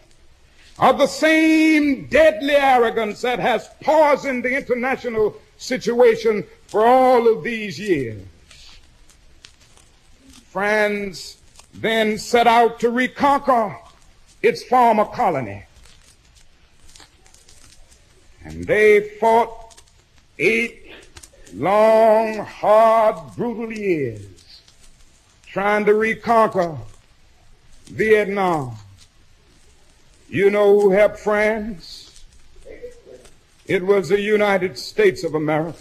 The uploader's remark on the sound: speech at Ebenezer Baptist Church in Atlanta, Georgia